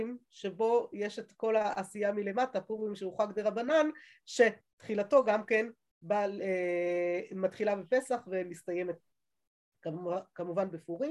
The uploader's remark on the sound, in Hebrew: השיעור הועבר והוקלט בזום. בישוב עלי.